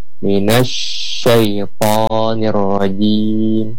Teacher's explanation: ada hak shin yang harus kita keluarkan, yaitu sifat sifat hamsnya, kemudian rakhawahnya, mengalirnya, dan sifat takasinya.